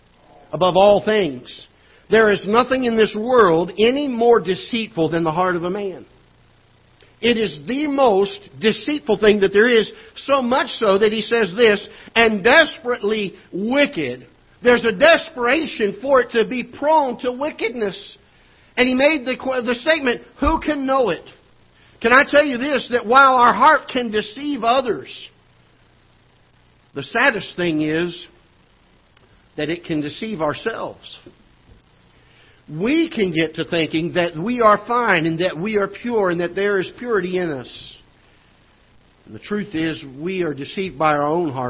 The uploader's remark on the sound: Ketha Heights Baptist Church ~ Live Broadcast